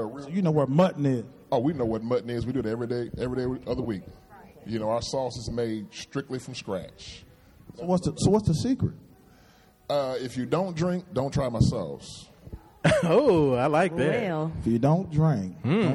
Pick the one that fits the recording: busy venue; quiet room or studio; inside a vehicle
busy venue